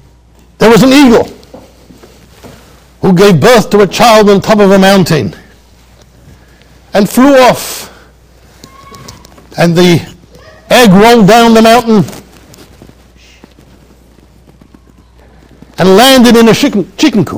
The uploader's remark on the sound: Shiur recorded in Yeshivas Ohr Reuven, Monsey NY.